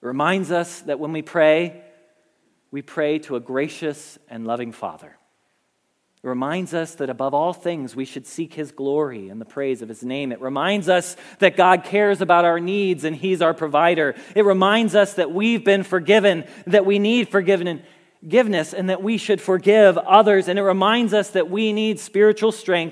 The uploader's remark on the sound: Message Preached at Valley Creek Church.